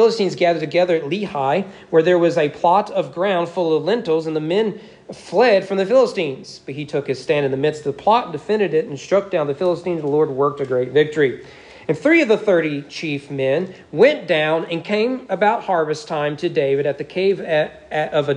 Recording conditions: large echoing room